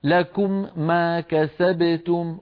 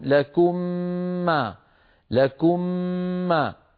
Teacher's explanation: فيطبقون على الميم الساكنة ويباعدون عن الميم المتحركة، فاستعملوا المخرج مرة واحدة بدلا من أن يستعملوه مرتين · Shown in: second take · Term: الإدغام